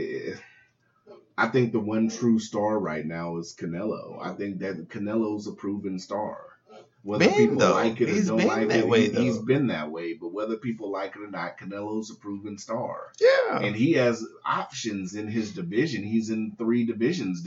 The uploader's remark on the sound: accidentally recorded the episode in the wrong setting so it's a throwaway LOL